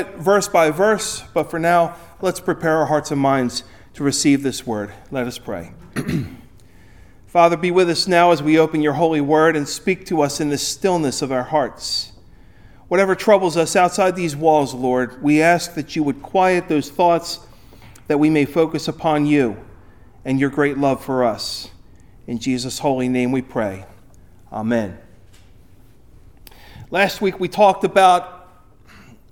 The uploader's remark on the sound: Recorded at Ebenezer UMC on February 25, 2024